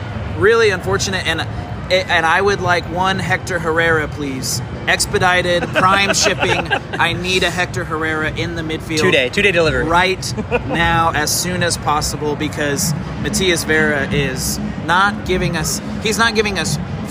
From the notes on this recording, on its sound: live from PNC Stadium